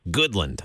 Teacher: Emphasis on the first syllable, good.